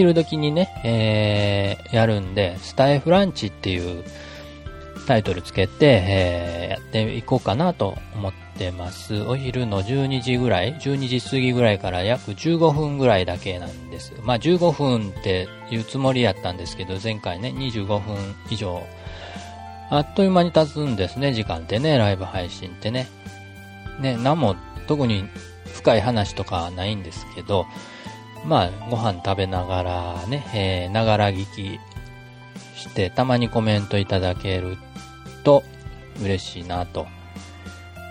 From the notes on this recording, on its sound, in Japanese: 外での収録。イヤホンマイクの音の良さに驚く。数日前に外で収録した音声を確認をしてみました。イヤホンマイクで収録したので心配だったのですが。騒がしい環境で収録したのですが。